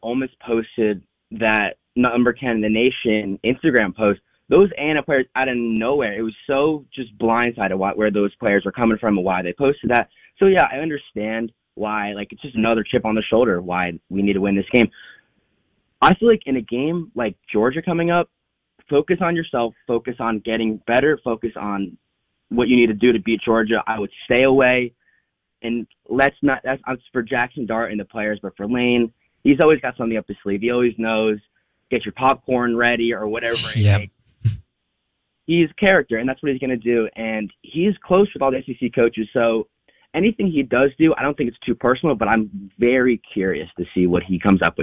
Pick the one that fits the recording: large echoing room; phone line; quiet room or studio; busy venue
phone line